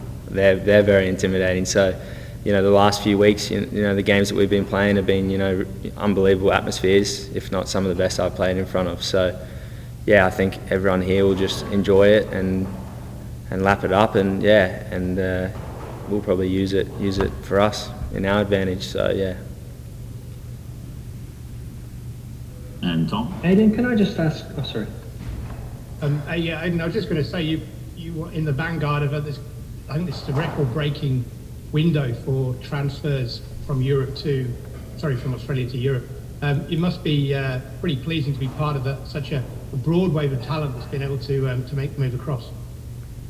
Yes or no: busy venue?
yes